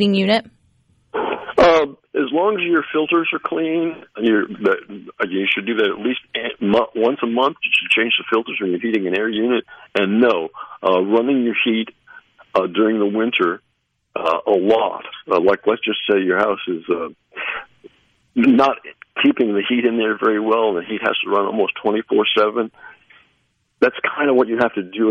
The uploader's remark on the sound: joins the conversation by phone